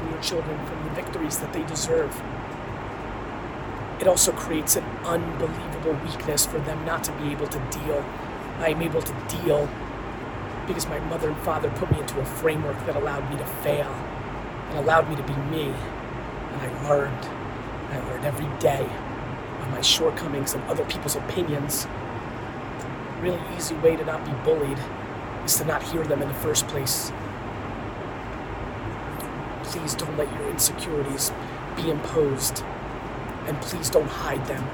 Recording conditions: phone or laptop microphone